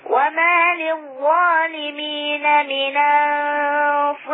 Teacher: قلل الالف لان بعدها راء متطرفه مكسوره